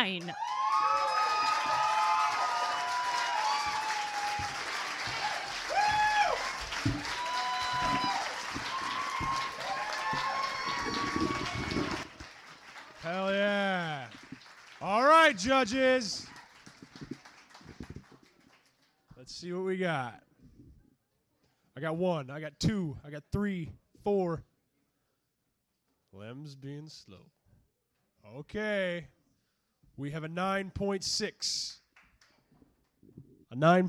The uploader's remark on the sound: It’s the 3 rd annual Kzoo Poetry Slam Finals, but it’s the first year we had the equipment to record it. It’s the 3 rd annual Kzoo Poetry Slam Finals, but it’s the first year we had the equipment to record it.